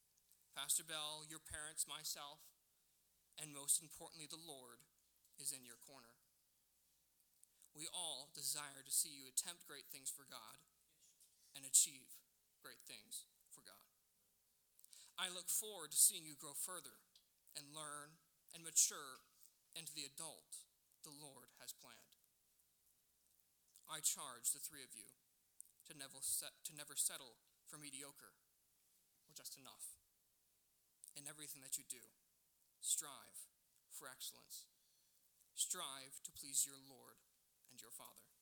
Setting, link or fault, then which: setting, large echoing room